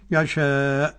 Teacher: مد متصل عارض للسكون. في أربعة وفي خمسة وفي ستة